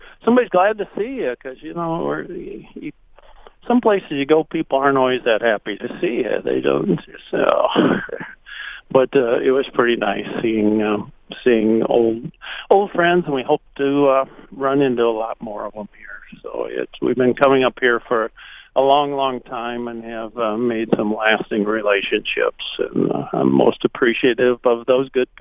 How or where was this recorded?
phone line